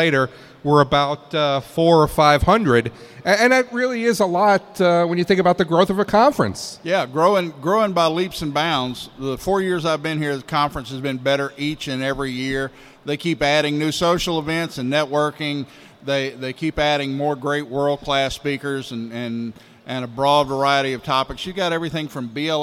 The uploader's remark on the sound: Live from Initial Assessment Conference